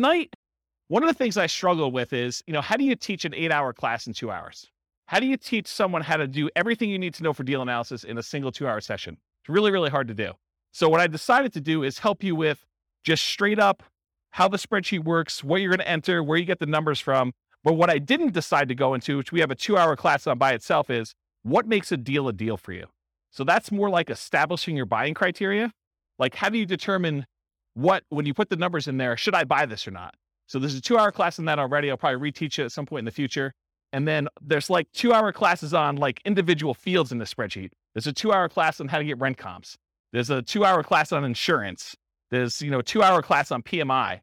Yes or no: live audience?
yes